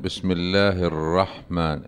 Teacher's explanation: الشد على الراء، يعني في ألف ولام بس طبعا أنه مش ملفوظ اللام